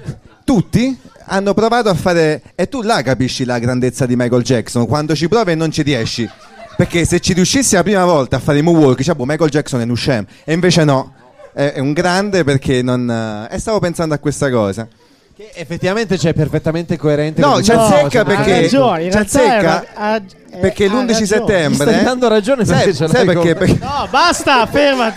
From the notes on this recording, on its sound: Live dal GhePensiMi di Milano